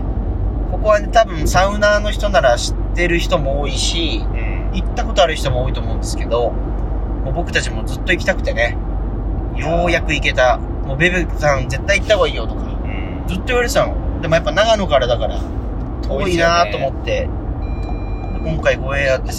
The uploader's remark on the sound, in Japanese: ドライブトーク in 仙台。東北のサウナを視察中！すこし音声が聞きづらいのですが、ぜひ一緒にドライブしている気分で聴いてみてください。